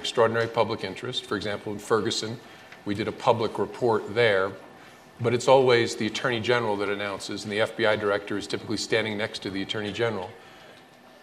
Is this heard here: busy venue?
yes